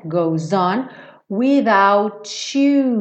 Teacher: juntando S aqui ficou com o som de Z